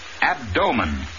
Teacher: Accent on the second syllable, in which the O is long